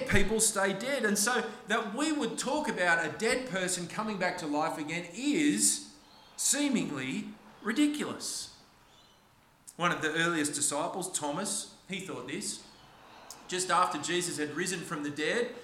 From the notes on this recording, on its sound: This sermon was preached on the 9th of April 2023 at all services of Helensburgh and Stanwell Park Anglican Church.